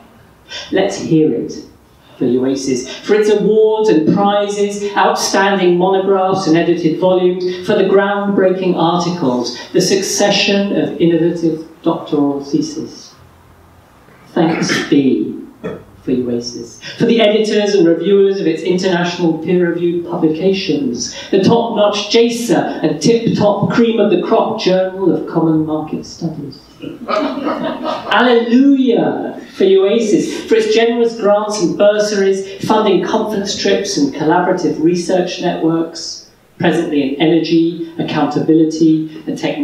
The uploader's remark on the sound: The live reading took place at the UACES 50th Anniversary Reception, held at the British Academy, 8th December 2017.